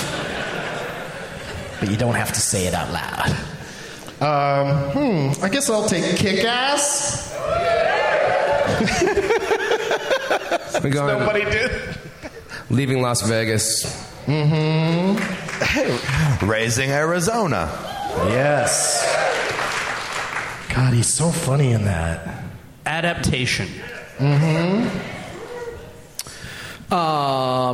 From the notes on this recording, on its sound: Live from the Woman's Club of Minneapolis